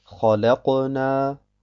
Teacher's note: Nach dem Qaf folgt direkt das Nun, ohne eine Pause dazwischen. · Term: kleine Qalqalah